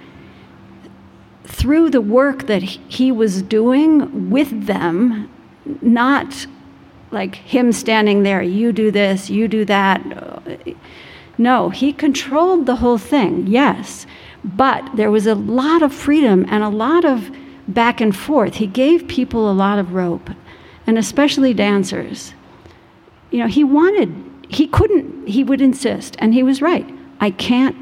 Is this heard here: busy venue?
yes